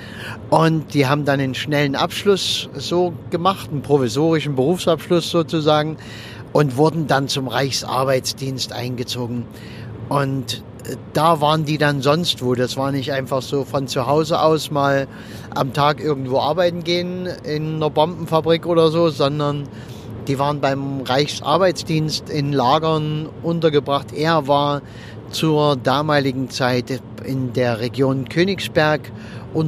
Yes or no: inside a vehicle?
yes